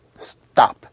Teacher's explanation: The sound of the final tone is a short staccato push down, as in stop. So we're using any word we want, any pronunciation we want, but we're using a tone superimposed over it.